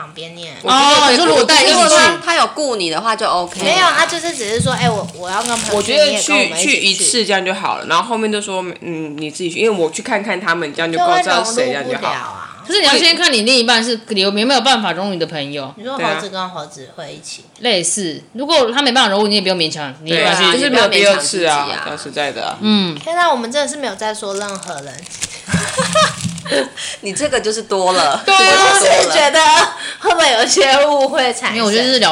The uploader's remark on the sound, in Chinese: 道歉我們下次錄音不會再點滷味了。整條音檔都有吧唧嘴、金針菇咀嚼ASMR。